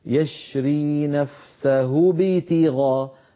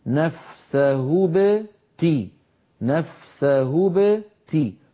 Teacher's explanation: الكسر يبدأ من حرف التاء لا يبدأ من الباء قبلها · Shown in: second take · يعني لا نقول يشري نفسه بتغاء، من يفعل ذلك يكون قد كسر أو خفض فكه قبل الأوان، عليه أن يصبر حتى يصل إلى حرف التاء.